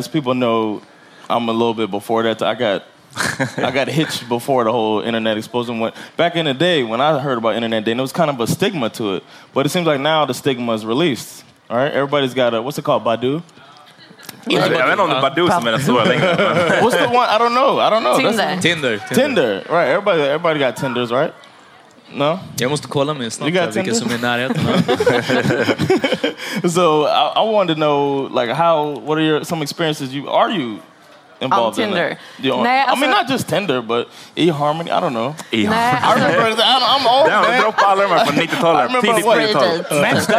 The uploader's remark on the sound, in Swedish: LIVE-avsnitt från podstudion i Kulturhuset i Stockholm. Live at Kulturhuset. Denna vecka släpper vi vårt hypade LIVE-avsnitt från podstudion i Kulturhuset i Stockholm.